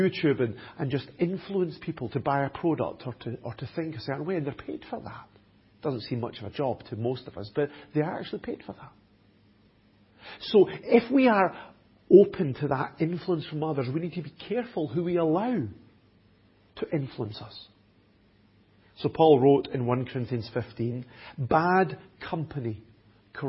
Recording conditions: large echoing room